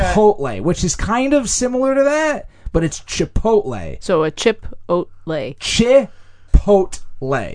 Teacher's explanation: So you put the emphasis in the middle.